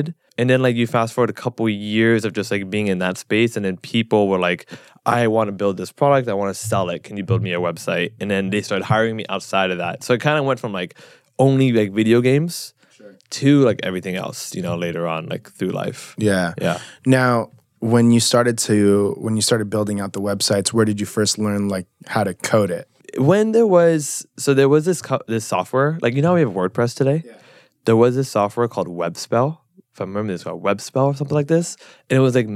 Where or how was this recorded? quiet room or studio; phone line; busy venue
quiet room or studio